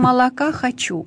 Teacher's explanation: Когда у нас гласный О оказывается в безударном положении, то он звучит как А, близкое к А. · Term: закон редукции